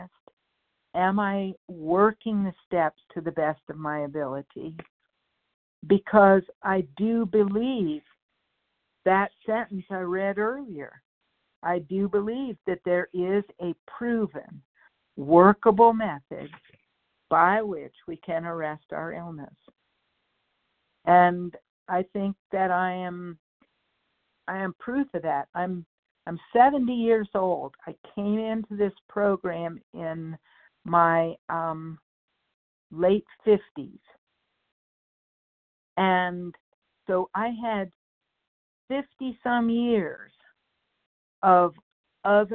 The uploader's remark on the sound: 100 Pounders Phone Meeting